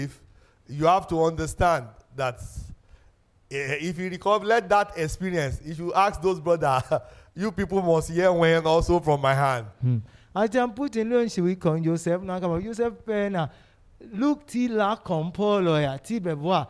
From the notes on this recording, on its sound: This sermon was Preached Live